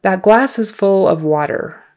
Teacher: of is not really an O sound. It's more like a U, a short U.